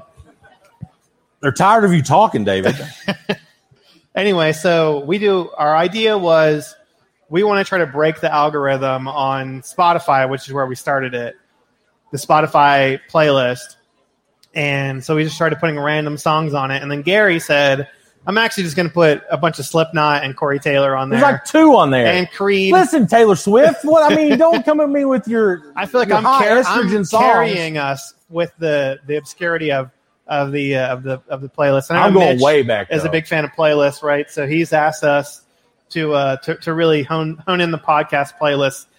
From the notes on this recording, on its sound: Live from Fretboard Brewing. Perform live at their amazing brewery.